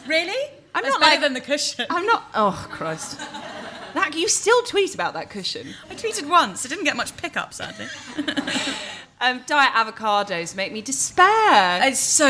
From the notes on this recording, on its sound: It’s our first ever live podcast! This week The High Low is brought to you live from tibits, a vegetarian restaurant in Mayfair.